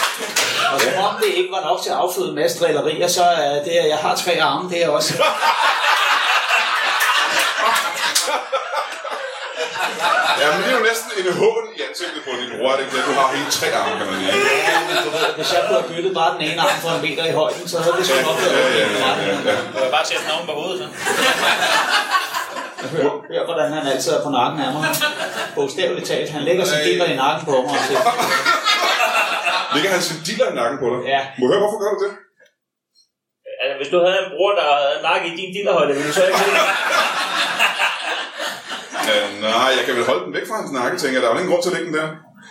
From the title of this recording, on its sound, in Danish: LIVE fra Tahonga Lounge i Hillerød